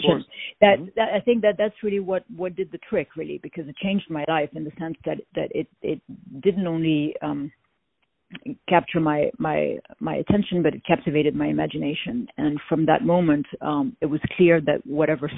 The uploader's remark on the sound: On the phone